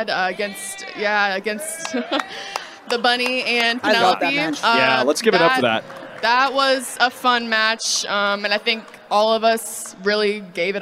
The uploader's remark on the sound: AEW Unrestricted was Live at Double or Nothing in FanFest